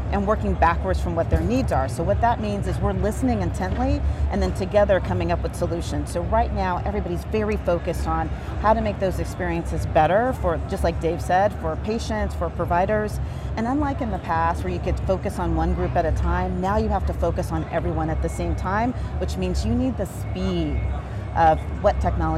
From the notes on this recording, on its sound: an Interview in Action live from ViVe 2023